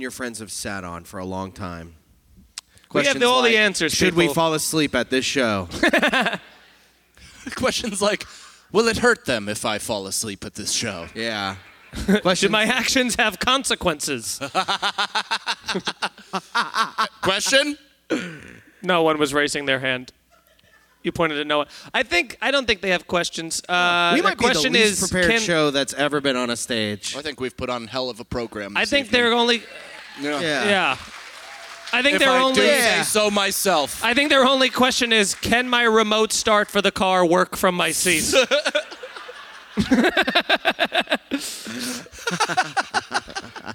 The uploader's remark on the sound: We did a live podcast at the Algonquin Arts Theatre in Manasquan, New Jersey. A couple fell asleep during it. We answer questions from the audience.